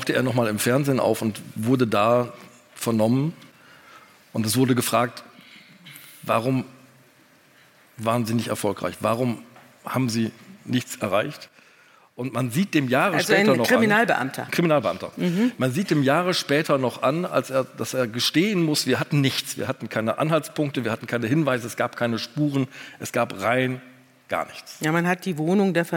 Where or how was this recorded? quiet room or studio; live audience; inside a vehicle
live audience